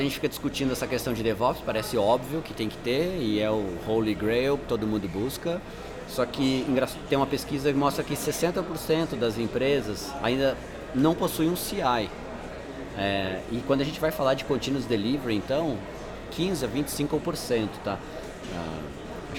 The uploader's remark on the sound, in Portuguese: gravado há alguns minutos direto da QCon São Paulo 2018!